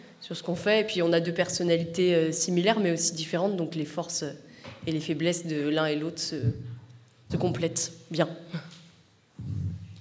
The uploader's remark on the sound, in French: Le 6ème Printemps de la radio a été célébré au lycée d’Auch Beaulieu-Lavacant jeudi 24 mars 2022 ! L’émission en direct et en public. En hommage à notre association fructueuse avec le club webradio du lycée agricole de St Chély d’Apcher (48) qui l’a co-animée avec nous.